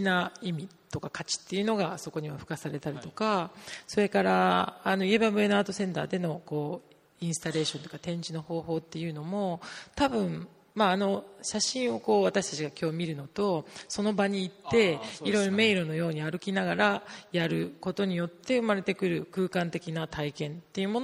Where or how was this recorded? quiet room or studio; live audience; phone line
live audience